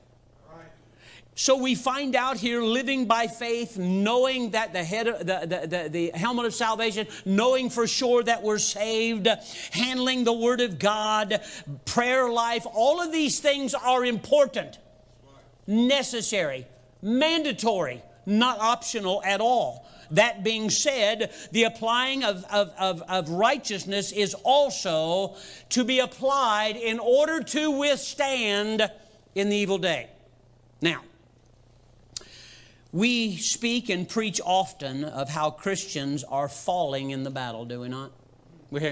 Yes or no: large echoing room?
yes